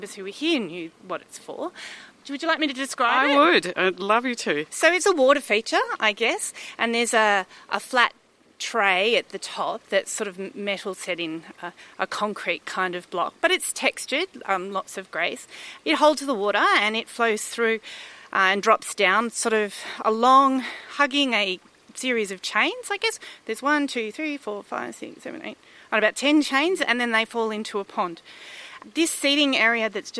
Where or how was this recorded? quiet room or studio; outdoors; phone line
outdoors